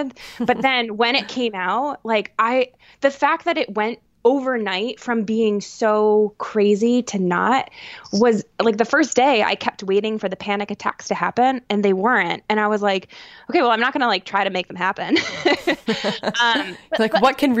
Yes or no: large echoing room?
no